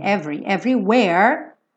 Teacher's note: every pula totalmente esse E, vai direto do V pro R. Every, everywhere, para no where, com a língua enrolada, não vai até o E, tá?